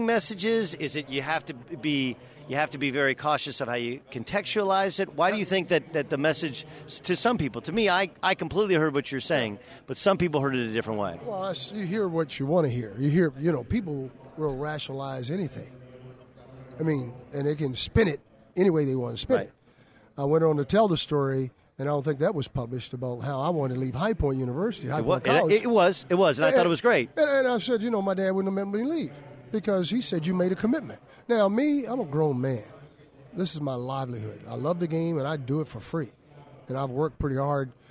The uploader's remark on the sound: Live from the Final Four in San Antonio